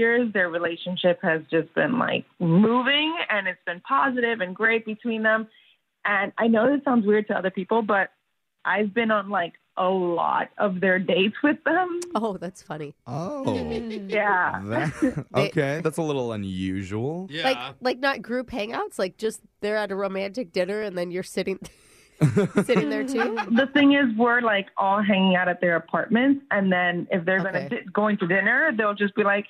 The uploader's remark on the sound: The listener on the phone